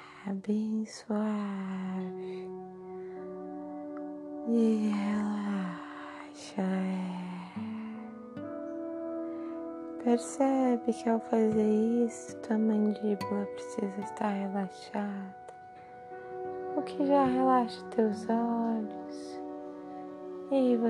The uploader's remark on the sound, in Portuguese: o microfone do celular captou a ressonância dos sons do em torno